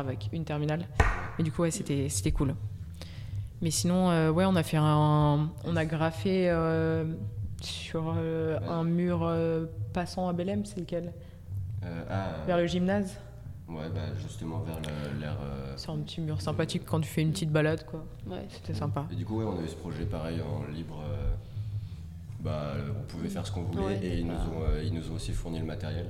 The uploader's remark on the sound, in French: au micro de Radio2B pendant le festival RUR!